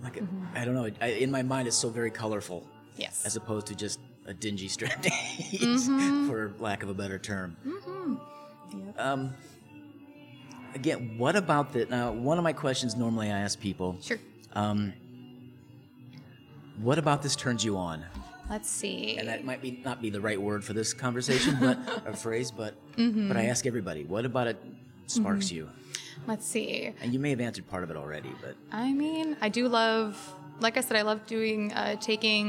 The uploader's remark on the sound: Recorded at our local coffee house (Espresso Royale at the Crossing if you must know)